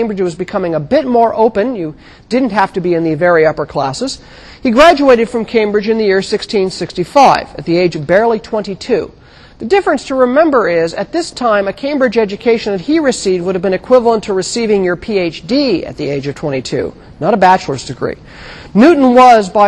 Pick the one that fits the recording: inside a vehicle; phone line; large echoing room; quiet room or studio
large echoing room